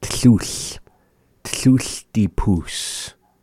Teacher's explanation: you hold the L and blow air out the side teeth, out the side mouth